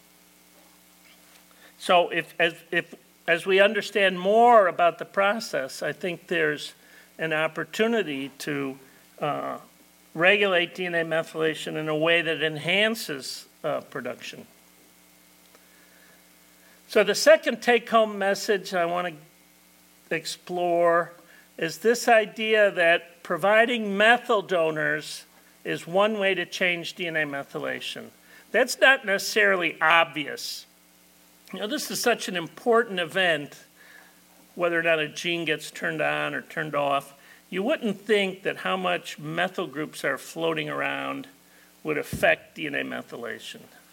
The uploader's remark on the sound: This talk was given at the 2022 Tri-State Dairy Nutrition Conference